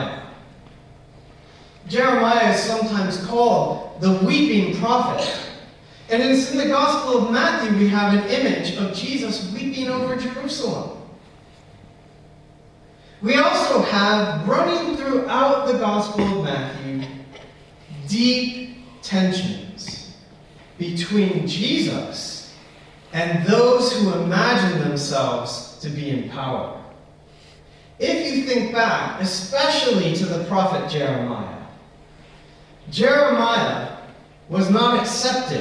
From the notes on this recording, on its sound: Apologies for sound quality. This recording was accidently recorded via the recorder's built in microphone and not properly connected to the church PA system.